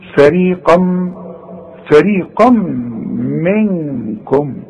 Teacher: بتبدا الكلمه بحرف مرقق جدا وبعدين بتنتهي بحرف مفخم جدا · القاف، والقاف ما دام بعدها مد بيبقى اعلى درجات التفخيم